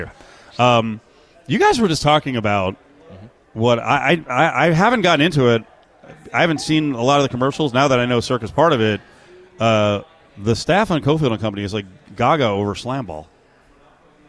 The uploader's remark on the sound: LIVE AT CIRCA